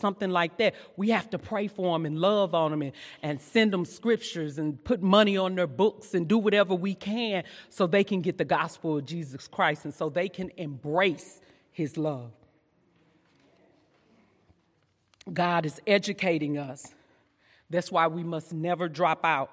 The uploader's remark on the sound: during session 2 at our 2022 Women's Conference